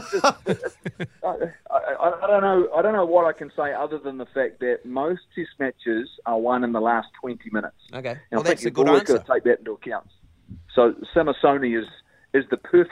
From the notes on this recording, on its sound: joins us on the phone all the way from Wales